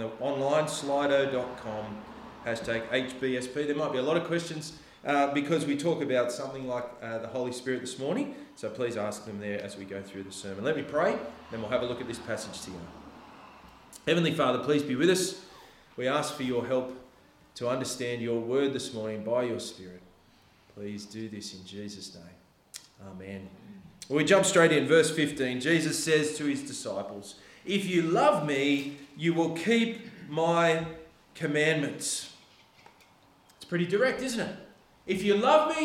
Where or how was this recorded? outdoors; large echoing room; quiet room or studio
large echoing room